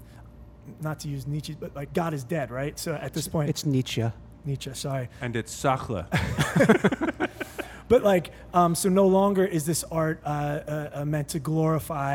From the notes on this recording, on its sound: We travel to the pride of Delco PA: 2SP Brewery. Beer crew to remote cast live from the brew floor.